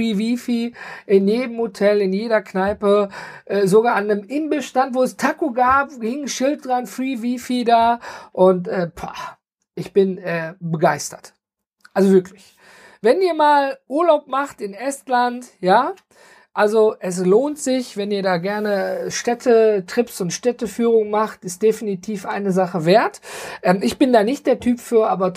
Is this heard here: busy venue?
no